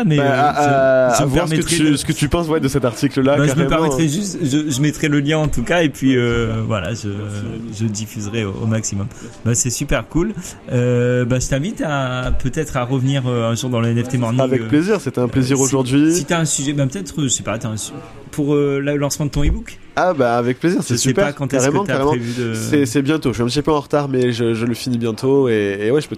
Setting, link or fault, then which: setting, busy venue